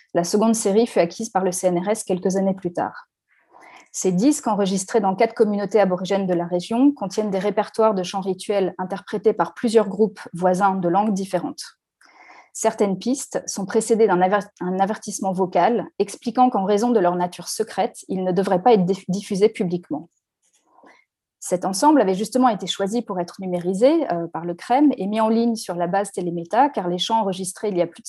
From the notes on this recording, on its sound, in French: Enregistré sur Zoom le 4 février 2021